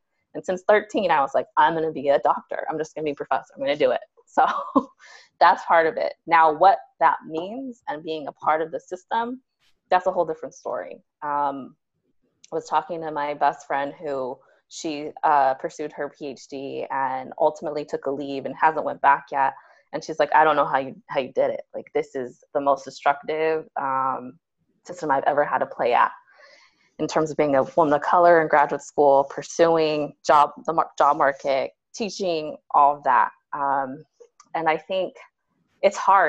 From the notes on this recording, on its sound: On this episode, I Zoom